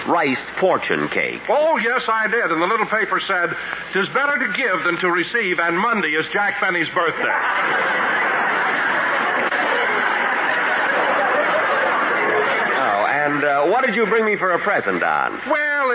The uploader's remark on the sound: Even the audience has a birthday greeting